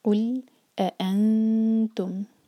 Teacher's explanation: قل انتم، قل جب لام ساکن پر آئیں تو ہمارے ہوٹ گول نہیں ہونے چاہیے، قاف کے دمہ کے لیے ہمارے ہوٹ گول ہوں گے، لیکن لام پر آ کر ہوٹوں کو نارمل پوزیشن میں لے آئیں. قل انتم، جب ہم نون کو چھپائیں گے اخفا کریں گے تو بہت لائٹ اخفا ہوگا کیونکہ آگے تا ہے، تا لائٹ لیٹر ہے، تو زبان فلیٹ ہو جانی چاہیے.